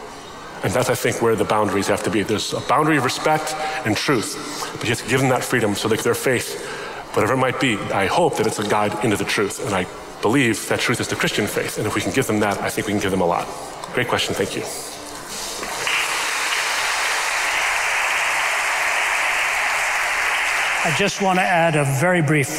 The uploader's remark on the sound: A Q&amp;A session at Yale University. Yale Open Forum Q&A.